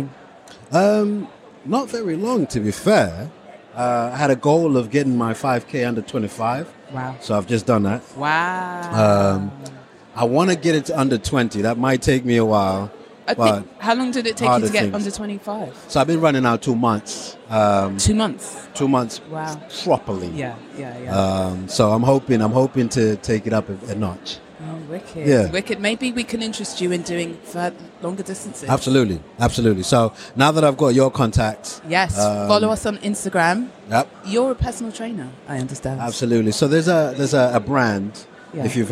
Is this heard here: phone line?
no